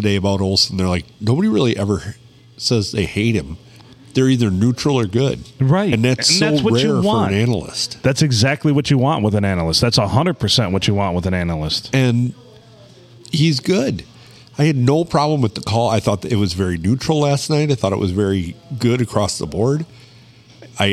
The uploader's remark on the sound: Recorded on a slow Monday night at the Blue Water Sports Bar and Grill in Port Sanilac.